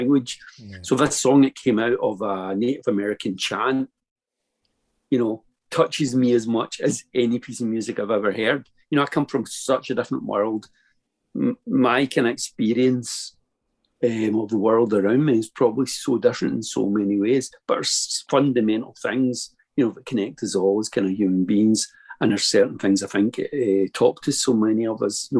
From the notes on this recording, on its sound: Spent the best part of 3 hours in our company one Zoom night a couple of months ago. The kazoo made a number of guest appearances.